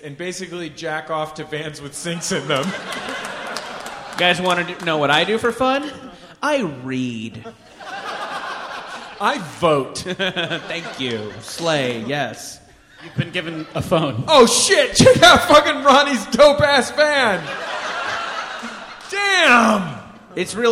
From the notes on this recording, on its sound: Live from Washington, D.C. Austin, Texas.